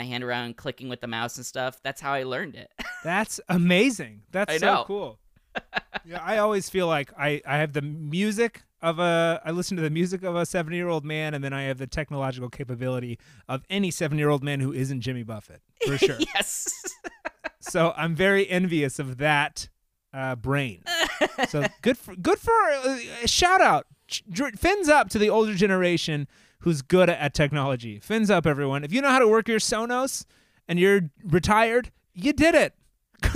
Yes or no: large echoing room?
no